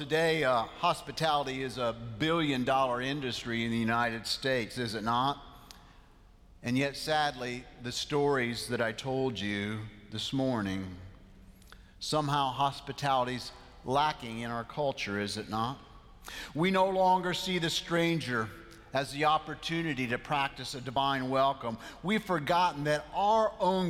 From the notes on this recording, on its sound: 11 AM Worship at Myers Park. Live from Myers Park United Methodist Church in Charlotte, North Carolina.